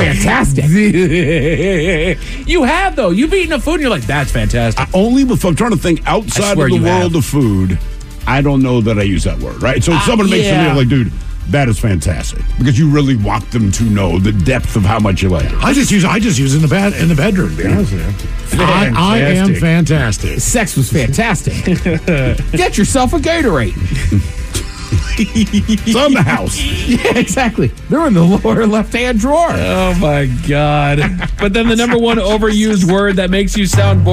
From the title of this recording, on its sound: Special Phone Call!